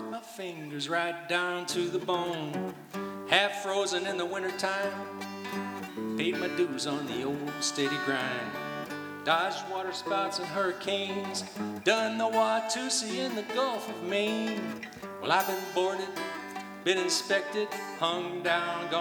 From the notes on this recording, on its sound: From the 2023 FisherPoets Gathering, a performance from the Liberty Theatre. This recording was made on Saturday, February 25th, 2023, at the Liberty Theatre in Astoria, OR as part of the FisherPoetry Archive Project.